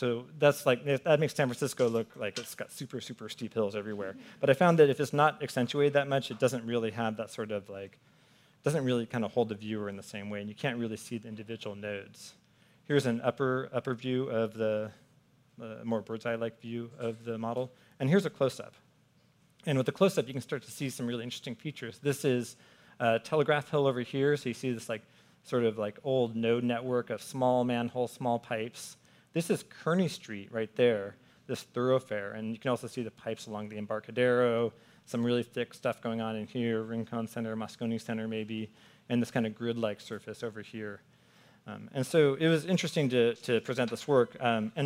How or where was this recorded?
busy venue